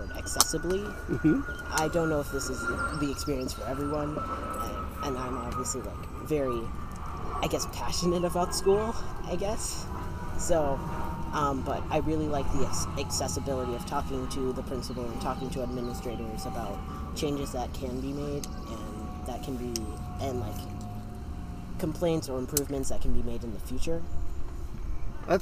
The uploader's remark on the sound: We recorded outside so the audio quality will not be what we're used to.